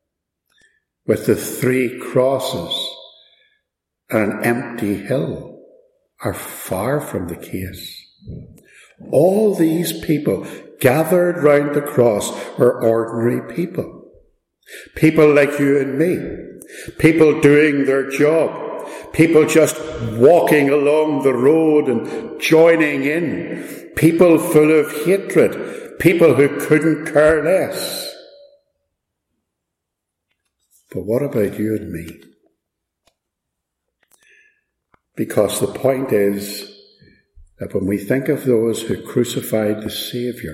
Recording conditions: echo